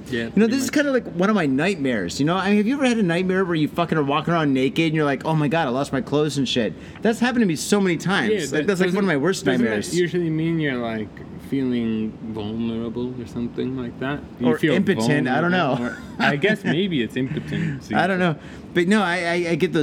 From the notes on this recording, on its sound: hang out in the mean streets of Shibuya and hit up Beer Bar Hironoya where audio hijinks pursue!